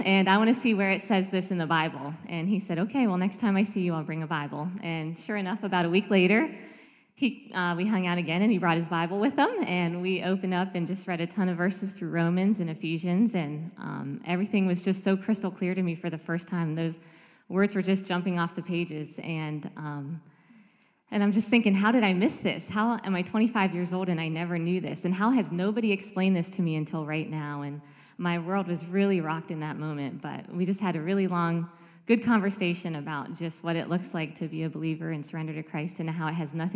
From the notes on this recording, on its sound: We have a panel of people from all walks of life. This message was preached on March 12, 2023 at FIVE39 Church.